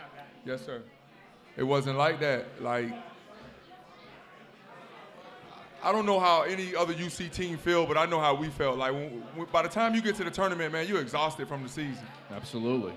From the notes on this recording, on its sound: LIVE at Mio's!